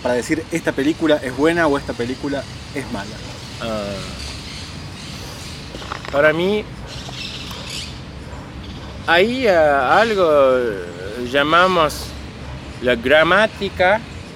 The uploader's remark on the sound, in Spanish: Nos juntamos a charlar en Parque Centenario, donde los pájaros hicieron la banda de sonido en vivo y no cobraron por ese trabajo.